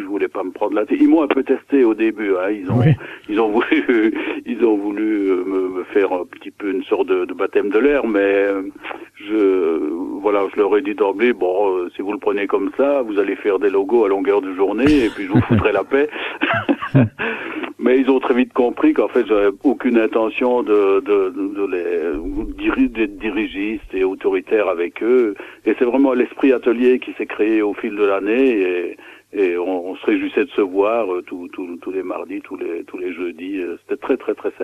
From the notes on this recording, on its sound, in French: reçoit par téléphone